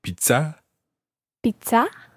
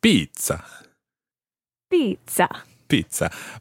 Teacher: pizza in French, pizza with a stress on the A · Shown in: first take